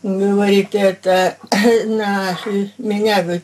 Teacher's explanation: на взрывной «г» мы обращаем внимание и понимаем, что это не может быть южный говор